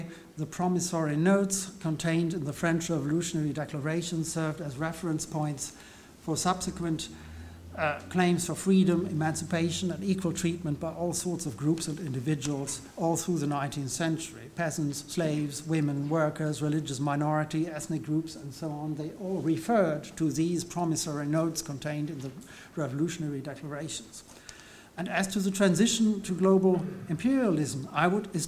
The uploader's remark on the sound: The lecture was given on 17 May 2016 at the German Historical Institute London.